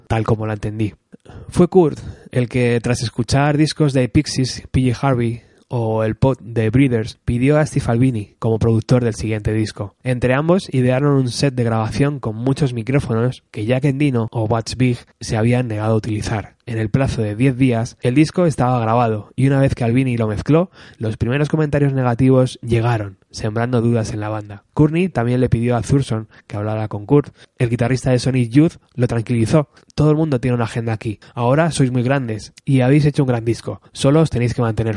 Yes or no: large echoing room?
no